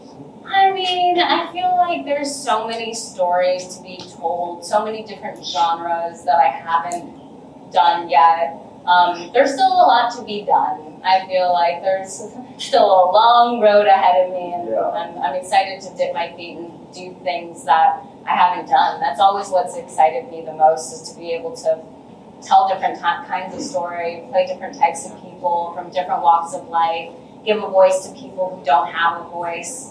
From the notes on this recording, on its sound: Manila press conference